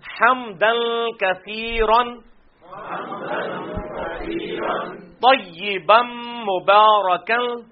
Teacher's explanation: حمدن کثیرن طیبم مبارکن، یہ طیبم ہے، ٹھیک ہے نا، یہ میم کے ساتھ ملے گا کیونکہ یہاں پہ نون ساکن یا تنوین کے بعد جب میم آ جائے تو ادغام ہو جاتا ہے